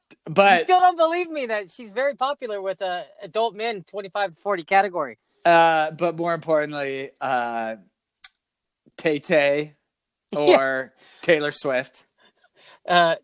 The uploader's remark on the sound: This time their audio is better because they’re using headsets. Had a great idea to record in his car. They had to re-record the first segment four times because people kept interrupting him while recording.